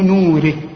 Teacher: نوره كل الكلمة مرققة بما فيها الراء، لان الراء اذا كانت مكسورة فهي مرققة.